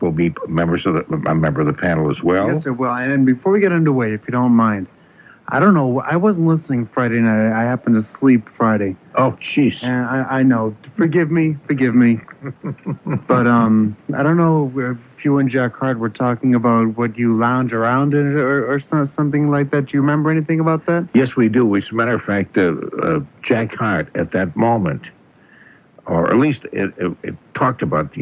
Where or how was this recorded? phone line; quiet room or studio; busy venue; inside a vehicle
phone line